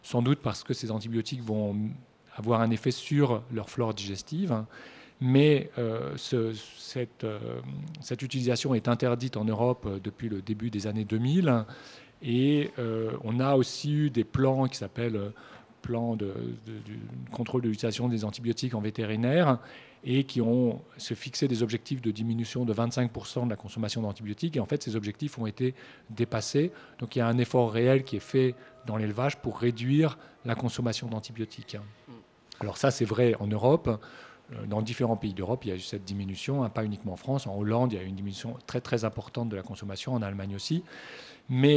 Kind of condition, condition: setting, busy venue